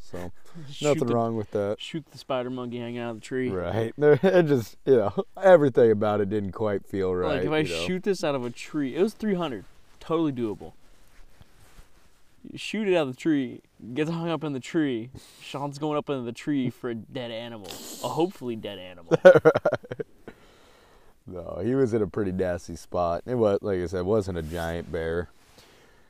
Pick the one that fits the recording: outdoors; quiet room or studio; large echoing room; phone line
outdoors